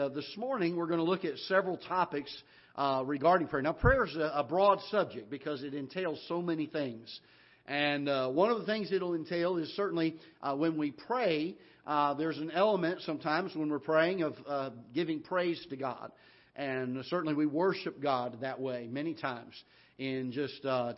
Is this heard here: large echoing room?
yes